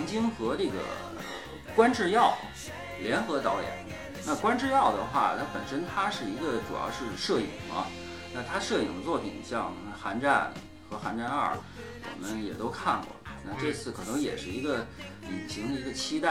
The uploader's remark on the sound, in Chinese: 节目剪辑本次不是主播团队，大致背景音乐较大。